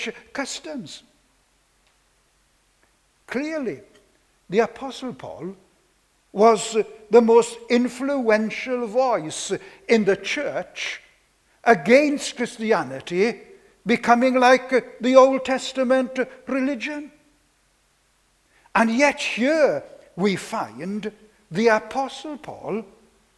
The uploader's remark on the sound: This sermon was preached on Sunday 19th September 2021